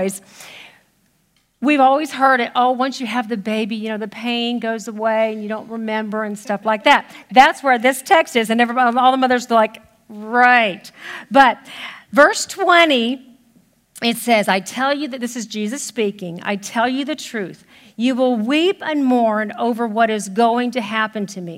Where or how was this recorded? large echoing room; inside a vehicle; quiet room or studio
large echoing room